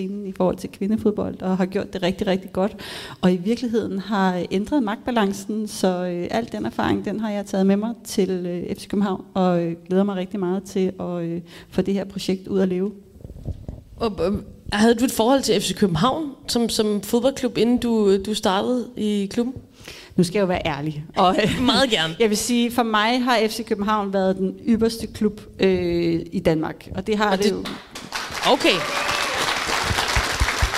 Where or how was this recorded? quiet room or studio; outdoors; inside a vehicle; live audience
live audience